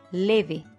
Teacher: Se acentúa en la penúltima sílaba. Es llana o grave y no lleva tilde porque termina en vocal.